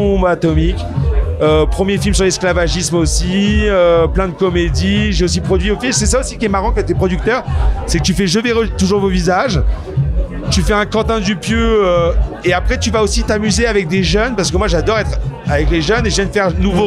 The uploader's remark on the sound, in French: En pleine contre-soirée au festival de l'Alpe d'Huez. Il était 2h du matin.